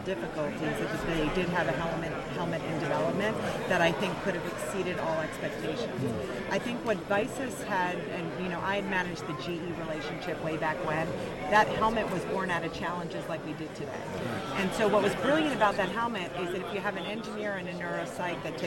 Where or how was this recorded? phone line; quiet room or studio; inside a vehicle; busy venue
busy venue